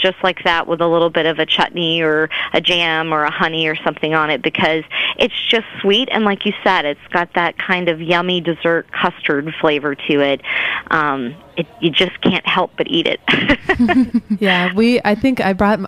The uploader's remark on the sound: on the phone